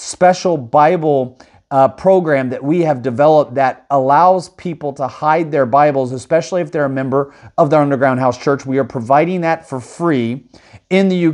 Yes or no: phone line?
no